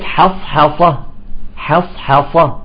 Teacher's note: الحاء جاءت بين مفخمين فيجب الاعتناء بترقيقها